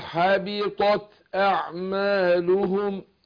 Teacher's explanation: فيش ادغام هنا في الطاء مع التاء